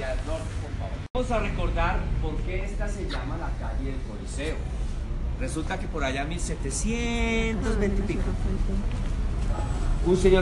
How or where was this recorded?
outdoors